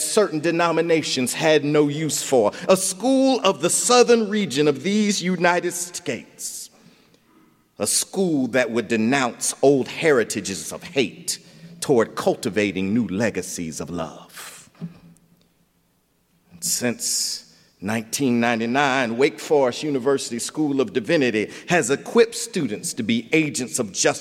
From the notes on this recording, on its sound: recorded January 12, 2020 at Myers Park Baptist